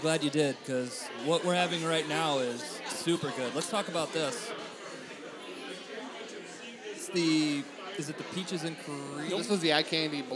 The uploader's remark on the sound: Live At Sleepy Eye Brewing